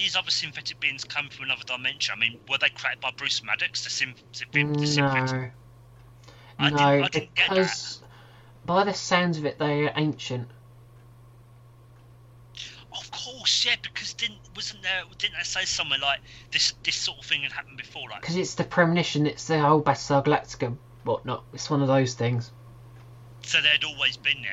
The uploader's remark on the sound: we had some minor sound technical difficulties whilst recording.